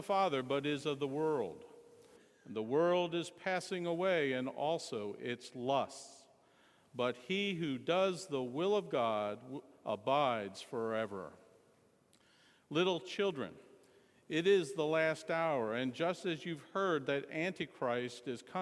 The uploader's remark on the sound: Sermon Audio From Sunday Morning 9.4.16